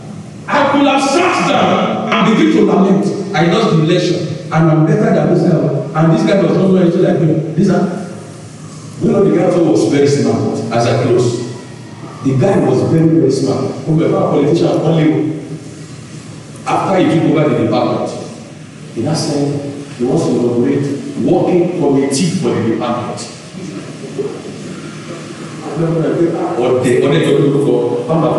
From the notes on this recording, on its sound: Covenant Champions Global Assembly LIVE Service.